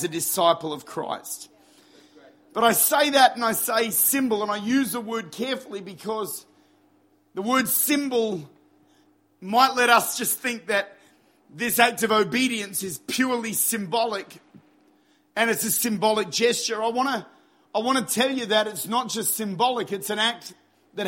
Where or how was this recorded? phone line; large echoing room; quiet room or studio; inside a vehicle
large echoing room